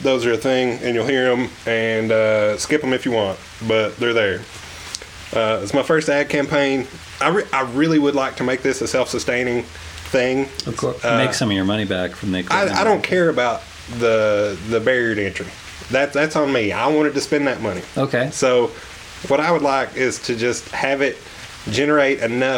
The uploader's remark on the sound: We sat down on his front porch and enjoyed a selection of natural background noise while we talked